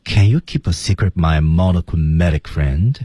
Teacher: Monochromatic friend 作为本句的关键词，在朗诵的时候要被重读啊